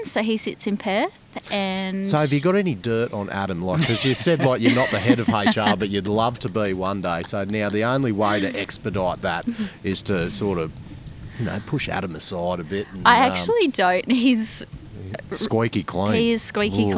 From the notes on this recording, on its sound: Welcome to the first ever global Podcast interview from inside an OPEN PIT (we’re claiming the first). The Money of Mine crew had the pleasure of recording this episode in the historic Great Fingal Pit, close to the town of Cue.